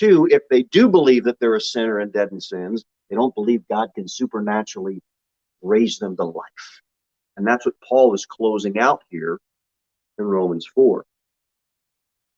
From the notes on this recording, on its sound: Sermon delivered at Pilgrim Baptist Church on Sunday, July 31, 2022 at 11:15 am. Jere Whitson Rd. Pilgrim Baptist Church is a bible-believing, independent Baptist church.